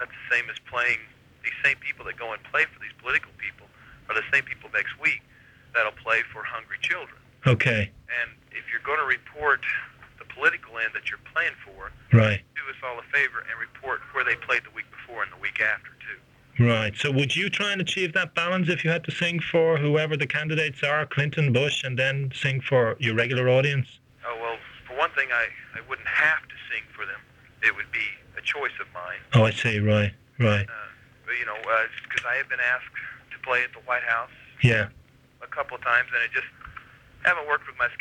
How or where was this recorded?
phone line